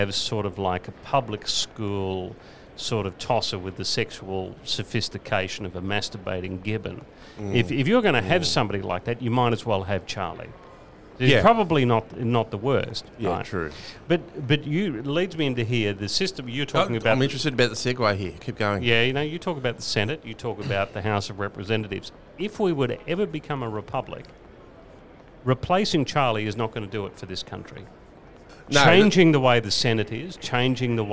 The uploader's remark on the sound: live from the Chairman’s Lounge Carlton